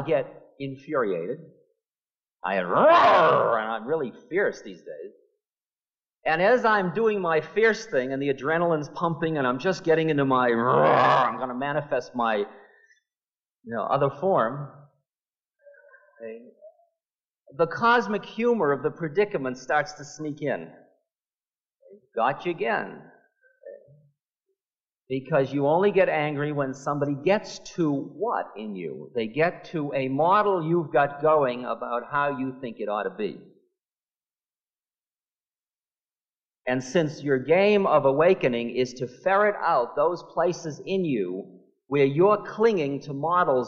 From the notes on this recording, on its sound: lecture from 1974 at Naropa University